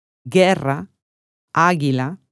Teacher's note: Seguita da UE, UI si pronuncia come l'italiano GE, GI. La U non si pronuncia.